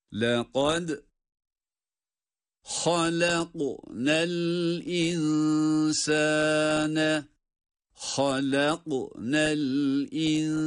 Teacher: Hem lekad derken dalda, hem halakna derken kafta, cezim olması itibariyle galgale sıfatlarını uyguluyoruz.